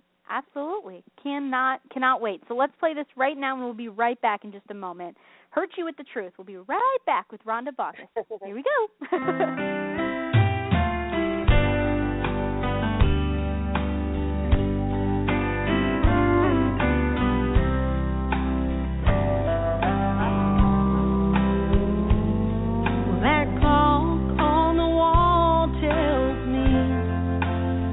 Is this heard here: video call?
no